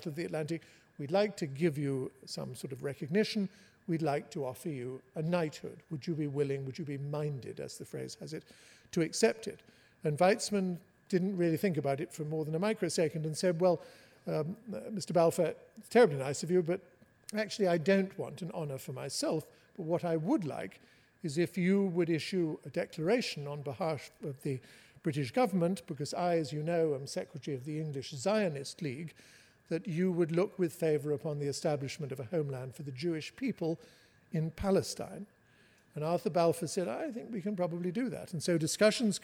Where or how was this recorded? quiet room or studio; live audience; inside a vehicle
live audience